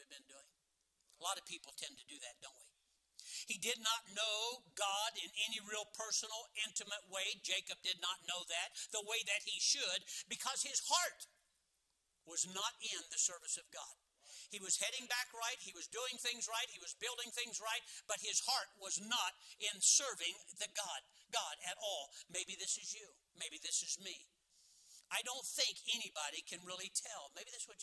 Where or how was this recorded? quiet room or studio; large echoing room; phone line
large echoing room